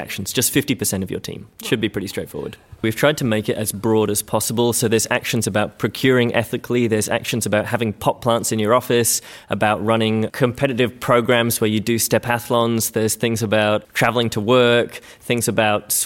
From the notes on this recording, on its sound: We gate-crashed the 2017 University of Melbourne professional Staff Conference. Snippets from conference speakers and participants.